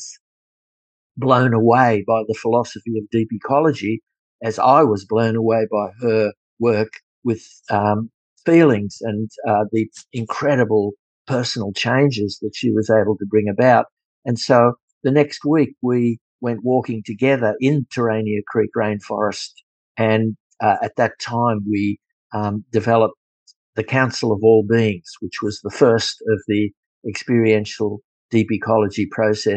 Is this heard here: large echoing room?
no